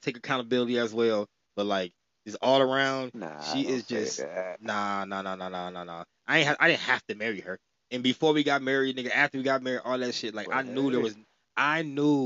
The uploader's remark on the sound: Me and a childhood friend got on the phone